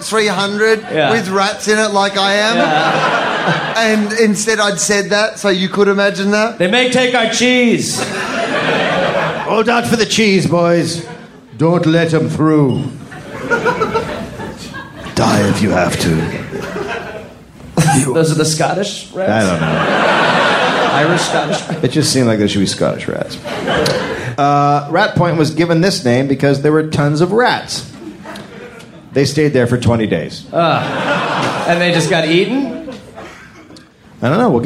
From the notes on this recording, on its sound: live in Sydney, Australia